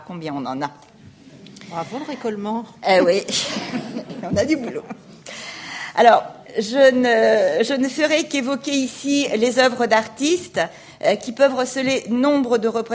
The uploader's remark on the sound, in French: Enregistrée le 28 janvier 2016 dans le cadre du colloque. Dans le cadre du colloque « Mobiliers, ensembles, décors.